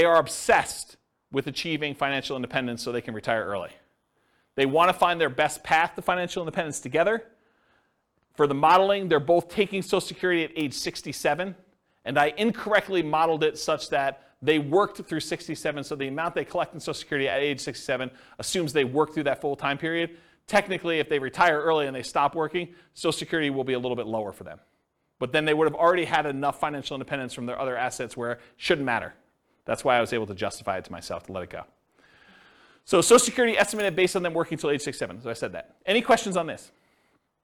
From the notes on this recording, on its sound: This was a live class recorded. The live in-person version.